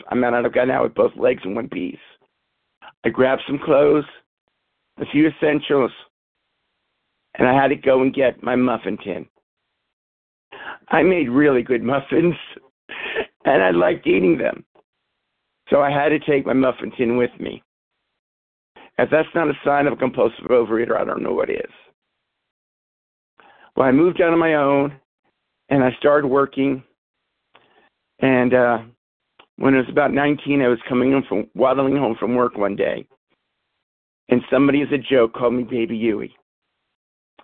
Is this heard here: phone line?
yes